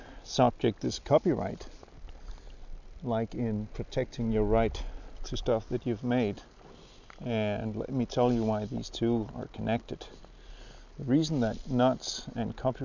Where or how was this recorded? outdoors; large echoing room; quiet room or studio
outdoors